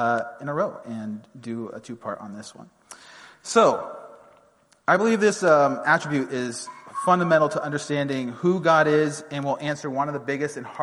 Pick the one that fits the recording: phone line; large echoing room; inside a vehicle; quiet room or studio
large echoing room